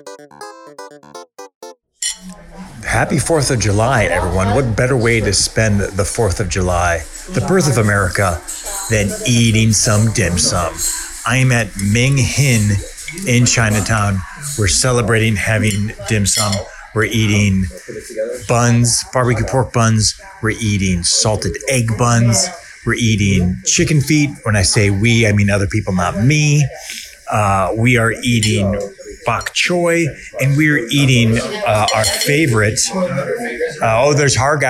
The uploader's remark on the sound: recorded a little travelogue/food log of every single place he ate while in Chicago